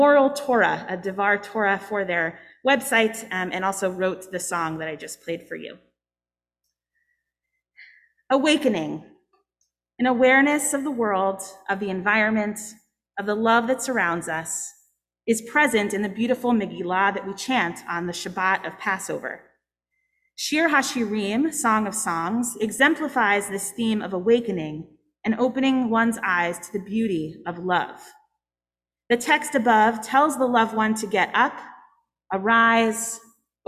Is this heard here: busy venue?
no